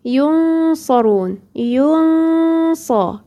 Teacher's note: الغنة دي بتبقى شم ريحة الصاد، الغنة دي بتبقى لو الصاد دي مستعلية بتبقى مستعلية زيها · Term: غنة النون ساكنة